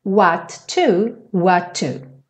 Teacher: Só é um T só.